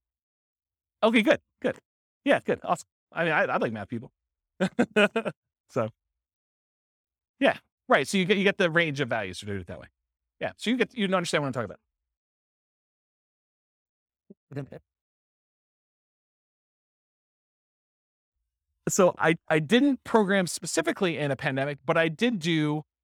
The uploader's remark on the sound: This was a live class recorded